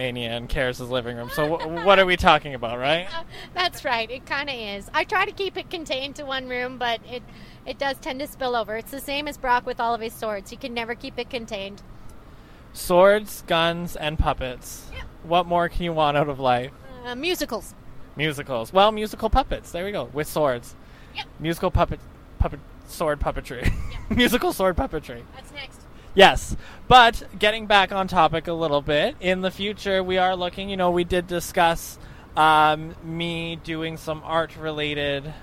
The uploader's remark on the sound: Post Avenue Q debrief on the 401